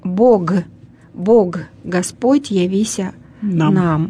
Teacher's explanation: И если помните, там после буквы «г» пишется «ер», да? А «ер» — это сверхкраткий «о».